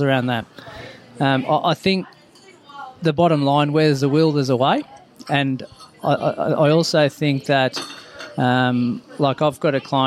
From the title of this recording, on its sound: live From Flour & Co